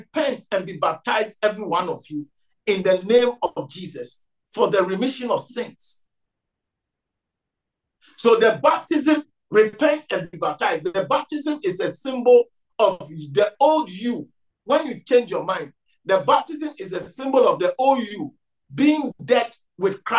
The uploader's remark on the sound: message preached at the Living Waters Cathedral